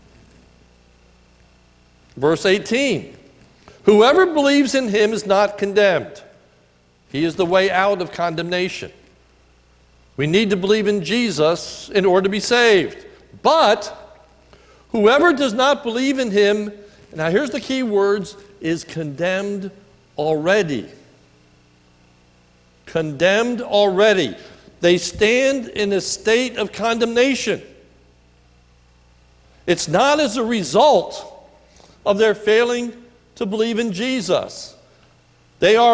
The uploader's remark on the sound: sermon recorded at the Lebanon Bible Fellowship Church in Lebanon, PA on 10/07/2018 during the morning service